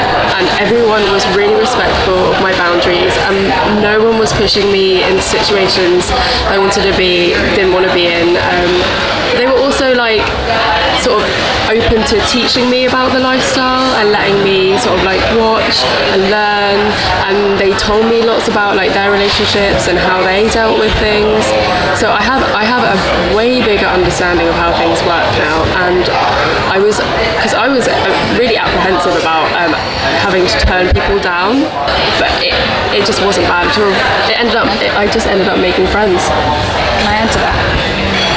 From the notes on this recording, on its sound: Still on location from Hedonism II Resort in Jamaica, during Young Swingers Week.